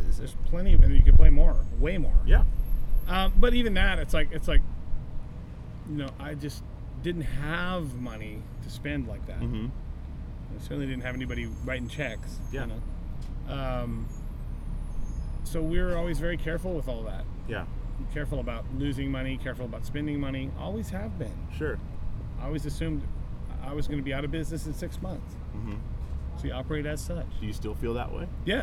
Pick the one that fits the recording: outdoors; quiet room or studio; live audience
outdoors